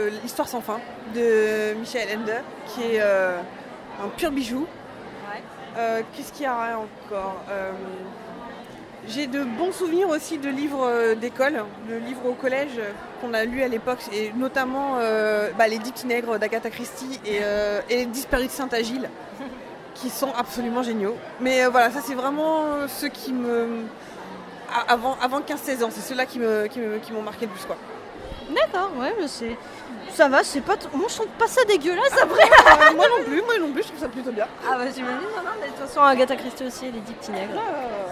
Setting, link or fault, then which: setting, busy venue